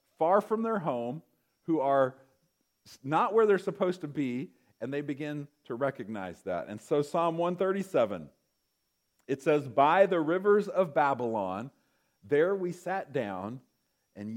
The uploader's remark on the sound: Recorded November 25, 2023, at Ringgold Seventh-day Adventist Church.